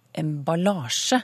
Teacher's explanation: Det var tonelag 1, som hos noen blir uttalt sånn emballasje altså tonelag 2.